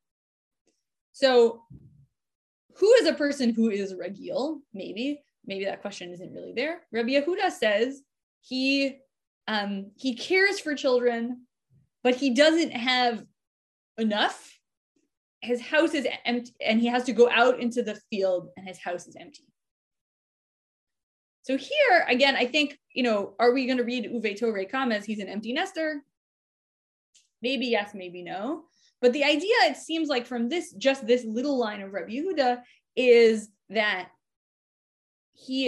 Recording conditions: video call